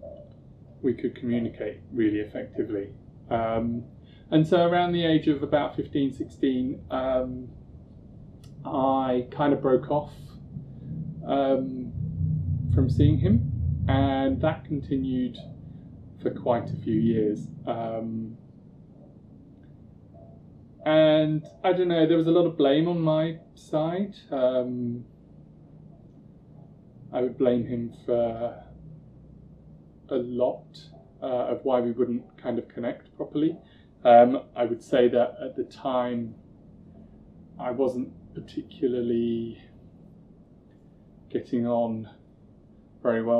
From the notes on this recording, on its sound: I apologise for the audio, it was recorded before I knew how to manage proper audio, but the content is still good!